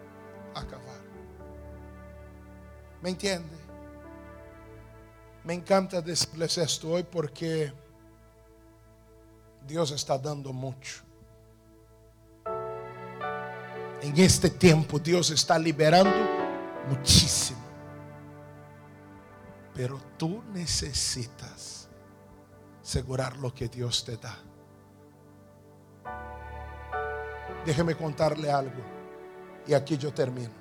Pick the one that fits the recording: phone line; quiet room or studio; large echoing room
large echoing room